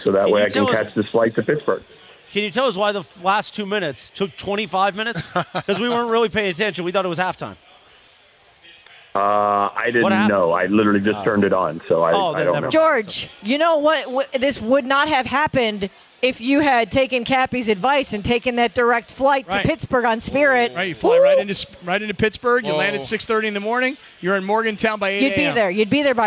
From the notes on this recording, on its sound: The crew is live from Yaamava